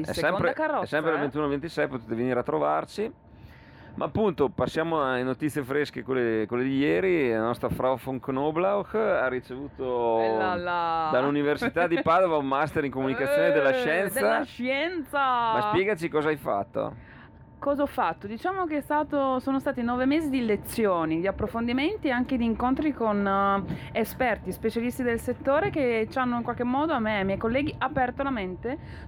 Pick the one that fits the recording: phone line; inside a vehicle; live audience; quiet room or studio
inside a vehicle